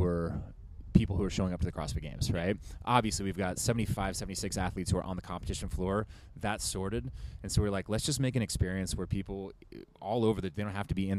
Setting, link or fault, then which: setting, busy venue